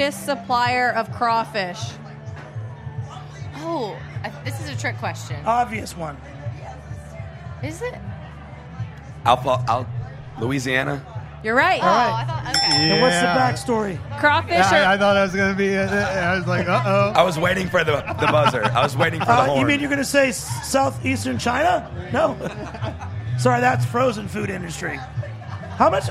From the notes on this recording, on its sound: For our final broadcast from Charleston Wine + Food. We bring up two audience members.